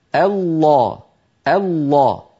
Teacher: الانتقال من همزة مرققة إلى لام مفخمة